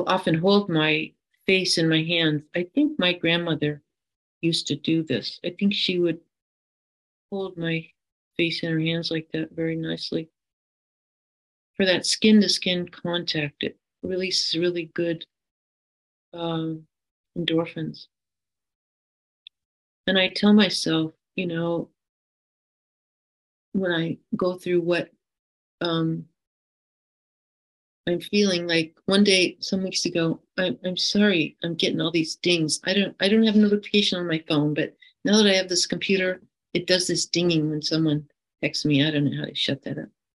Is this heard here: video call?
yes